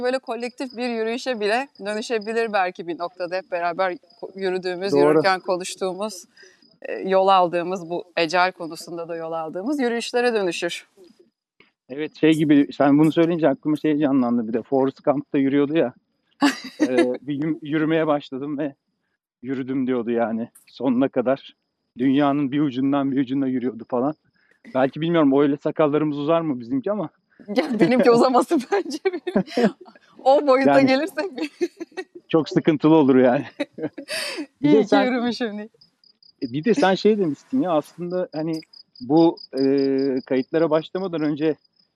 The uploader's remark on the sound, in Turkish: Agile Walks. Yürüyüş yaparken Agile sohbetlerini kayıt altına aldıkları keyifli bir podcast serisi.